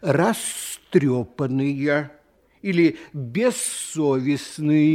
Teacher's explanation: А глухие согласные любят, чтобы перед ними стояли глухие звуки. Звук «з» в любой приставке, как только оказывается по соседству с глухим звуком, сам начинает звучать глухо и превращается в звук «с». · Term: оглушает